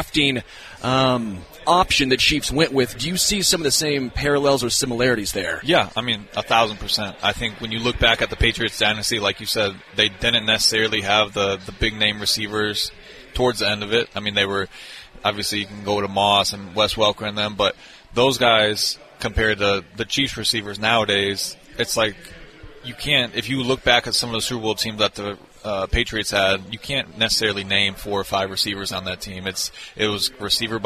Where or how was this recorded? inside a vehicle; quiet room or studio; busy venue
busy venue